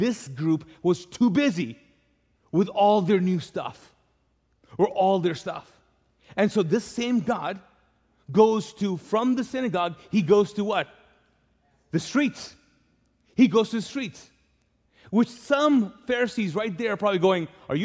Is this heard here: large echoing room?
yes